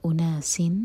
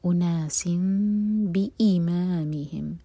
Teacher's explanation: Next word با سے شروع ہو رہا ہے تو تنوین میم میں چینج ہوئی، اقلاب ہو رہا ہے.